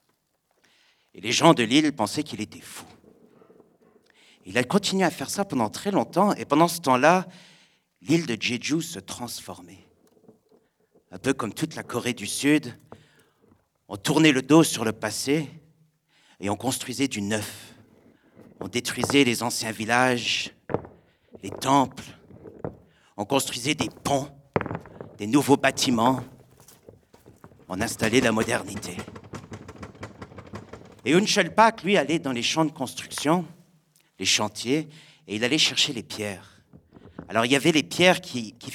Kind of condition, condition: setting, live audience